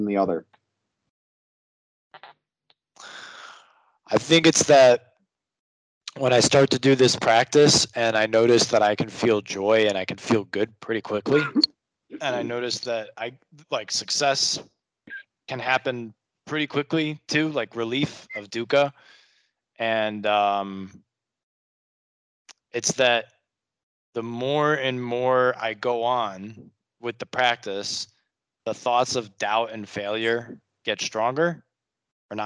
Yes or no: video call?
yes